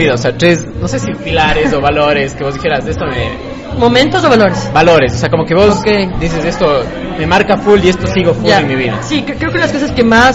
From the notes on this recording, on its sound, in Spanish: El capitulo se grabó en Django x eso un poquito de ruido.